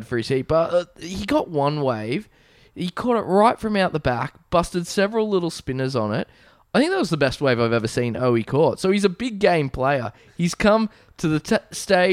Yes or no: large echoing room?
no